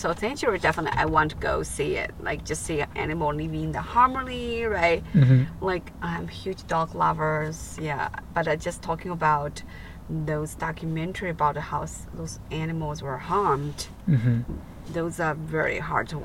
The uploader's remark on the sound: In The Car